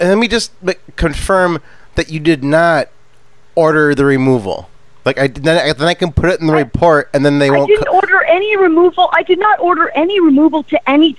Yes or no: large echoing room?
no